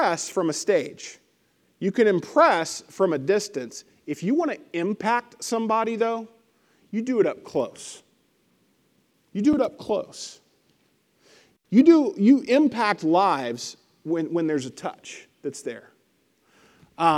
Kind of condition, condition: setting, large echoing room